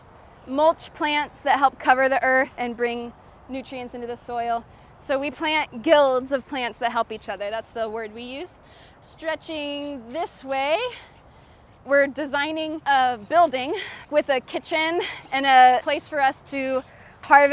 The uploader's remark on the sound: The second half of her guided tour at Festival Beach Food Forest.